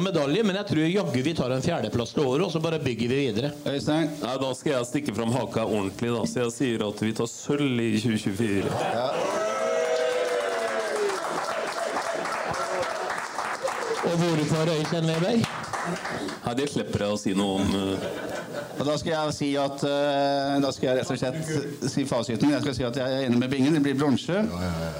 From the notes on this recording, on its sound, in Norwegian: Oppsummerte fotballåret 2023 med en live-fotballpodkast på Olsen Pub.